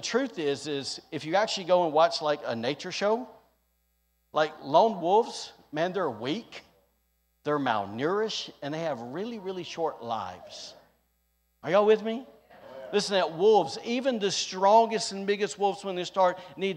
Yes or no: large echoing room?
yes